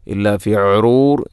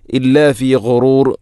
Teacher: ഇല്ലാ ഫി ഗുറൂർ ഗൈന്, ഗൈ തൊണ്ടയുടെ ഏറ്റവും മുകൾ ഭാഗം · Shown in: second take